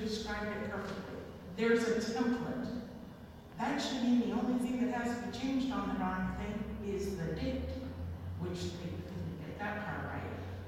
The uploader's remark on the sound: Raw audio of public comments during the Trenton NJ City Council Meeting.